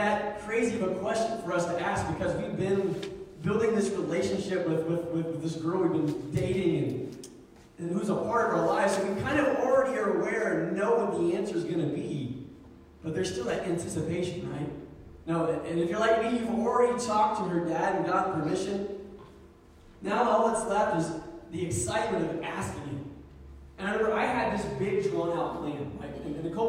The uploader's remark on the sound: Sermon was preached December 1, 2019 at Meadville Church of the Nazarene